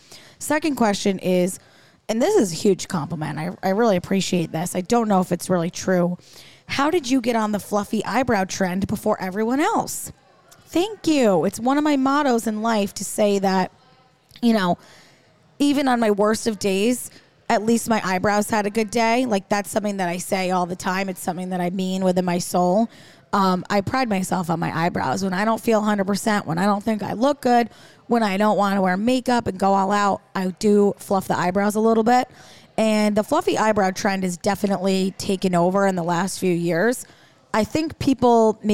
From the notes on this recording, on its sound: This week, The Buttonista Show is on the road recording live on location from Simone's Kitchen in Schenectady. There's a lot of distractions out there....icy sidewalks, sandwiches being thrown from windows.